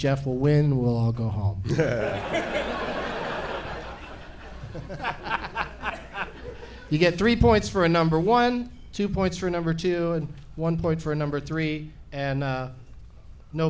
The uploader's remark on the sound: Live from the Funny Bone in Columbus, OH